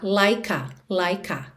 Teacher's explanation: o último som que a gente ouve da palavra like é o som da letra K, e aí, naturalmente, a gente já liga, então, na próxima vogal, que é o A, like A, like A, ok?